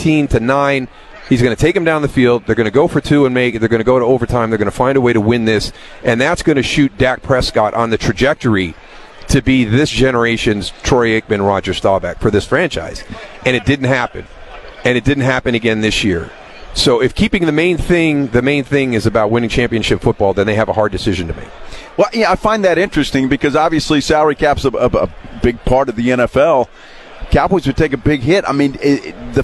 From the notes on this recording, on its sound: Live from Day 3 of Media Row in Las Vegas